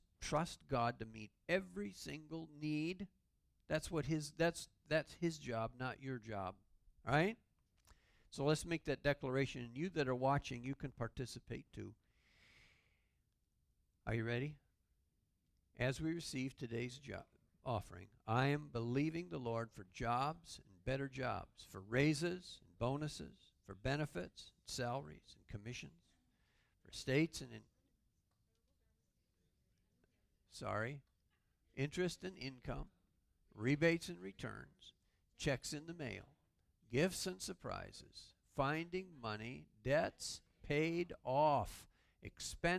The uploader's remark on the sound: Calvary Assembly of God live Stream